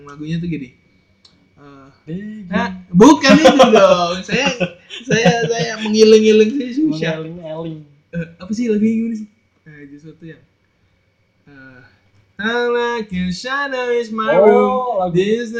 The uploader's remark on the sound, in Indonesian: Maap yak suara kurang jelas, gak ada yg mau beliin mic pooo..??